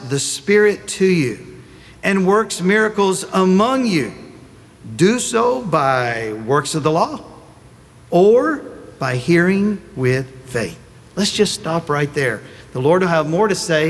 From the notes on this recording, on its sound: Sunday Message recorded